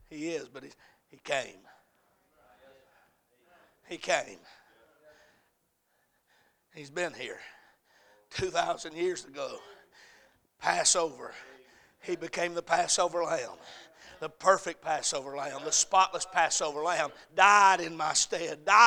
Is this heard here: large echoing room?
yes